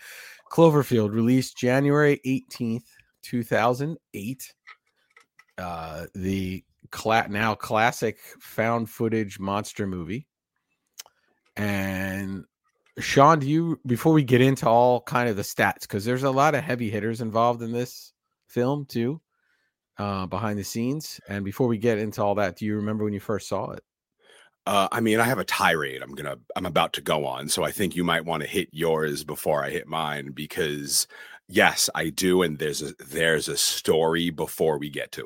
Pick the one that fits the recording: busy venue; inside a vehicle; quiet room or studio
quiet room or studio